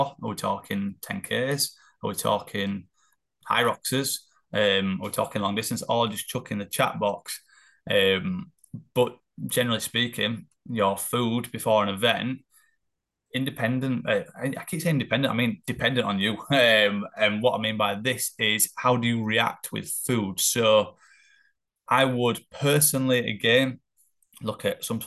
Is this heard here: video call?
yes